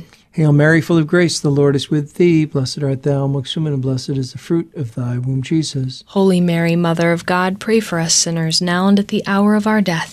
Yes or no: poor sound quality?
no